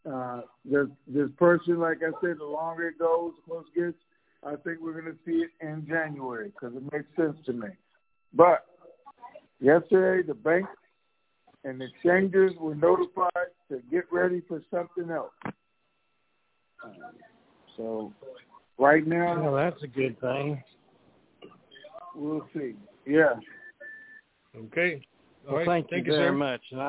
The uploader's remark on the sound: TNTSuperfantastic Conference Call